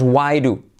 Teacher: La D como una R suave.